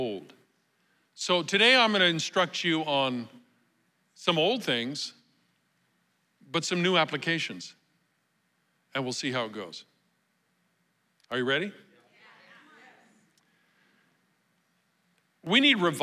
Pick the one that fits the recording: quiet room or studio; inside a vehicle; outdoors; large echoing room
large echoing room